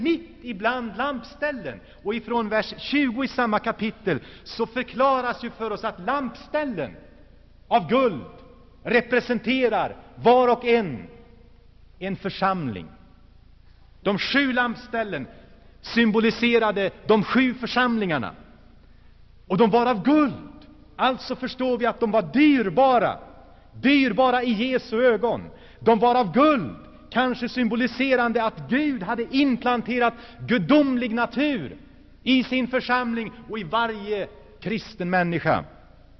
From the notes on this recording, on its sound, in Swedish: Inspelad i Saronkyrkan, G&#154;teborg 1984-09.